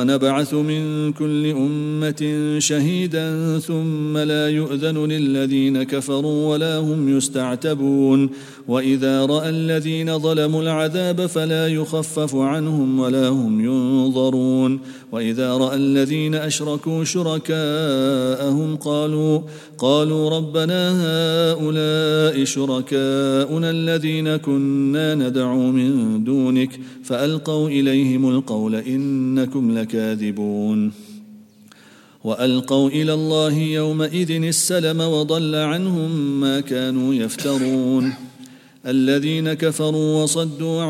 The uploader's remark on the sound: at the Houghton Masjid (West Street)